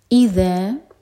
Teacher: ذن کے لیے زبان اوپر والے دانتوں کو ٹچ کرے گی، تھوڑی سی ٹپ باہر ہوگی، اور ذا مد طبعی دو حرکہ.